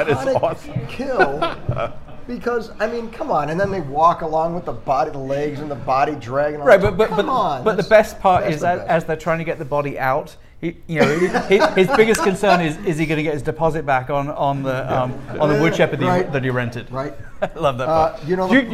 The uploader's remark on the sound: If you werent there for the viewing and live show you definitely missed out.